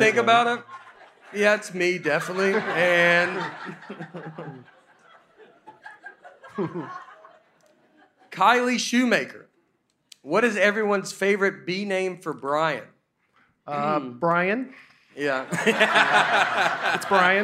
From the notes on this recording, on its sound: We take the show to Zanies Comedy Club in Nashville, Tennessee for our first ever episode in front of a live audience. Recording & Editing by Genovations Media.